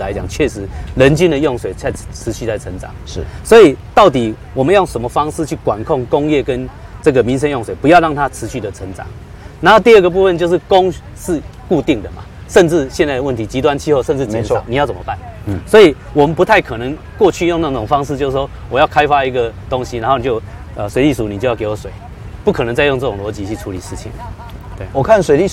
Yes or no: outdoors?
yes